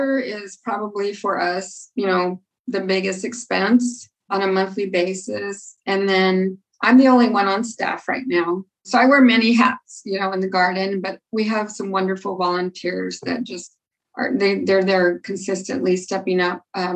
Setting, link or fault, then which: link, video call